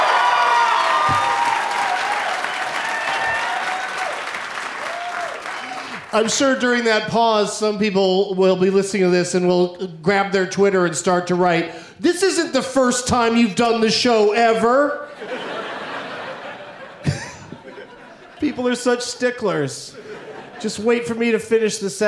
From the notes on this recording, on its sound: Live from Hilarities in Cleveland